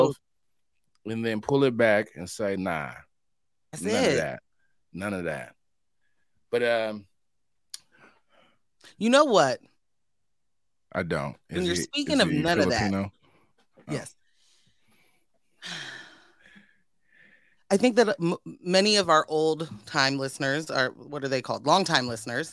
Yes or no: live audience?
no